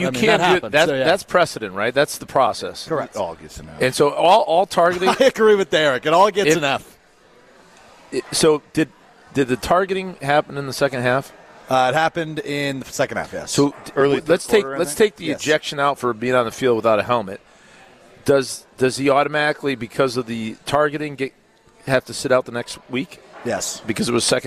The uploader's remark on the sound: live from The Great Dane Pub and Brewery in Fitchburg